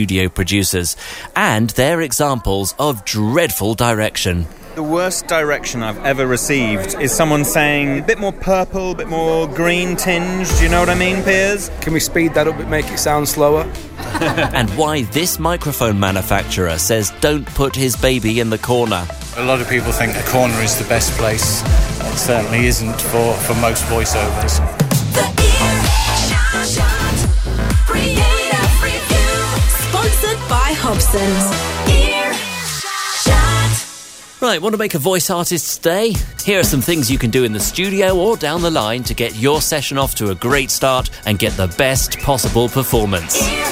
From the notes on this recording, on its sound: Earshot Creative Review at Vox 2013. For the first show in the new run we’re at Vox, the annual conference for voiceovers.